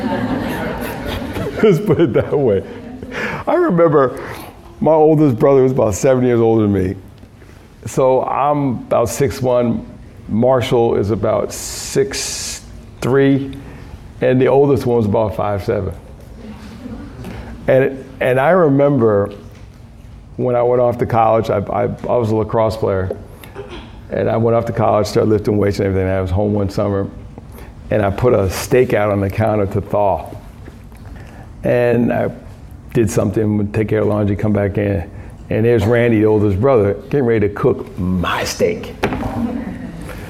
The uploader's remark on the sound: Key Note delivered at a Food Justice Symposium, March 30, 2019, Phillips Academy Andover, Massachusetts